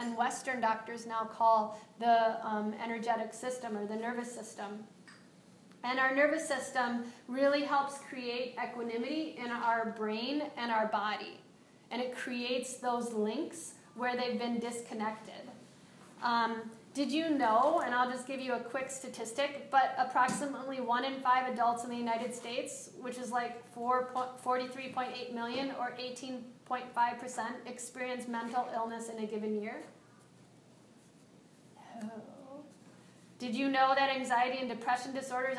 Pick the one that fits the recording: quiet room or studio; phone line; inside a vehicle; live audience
live audience